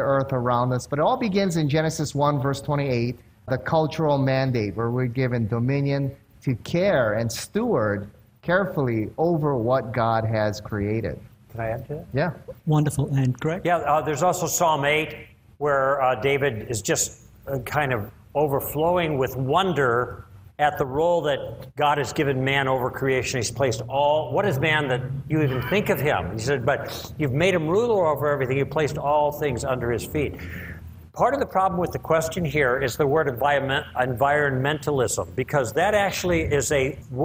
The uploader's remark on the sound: One of the most enjoyable moments of the Evidence and Answers conference is the question and answer period. Answer some very challenging questions from the audience.